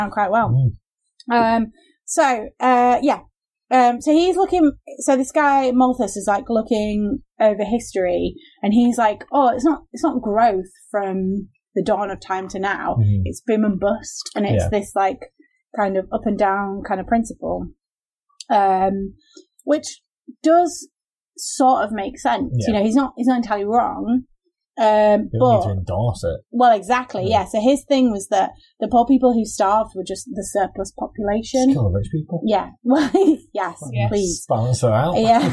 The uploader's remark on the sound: Sorry about the sound this week - we had too many beers and the recording went wrong.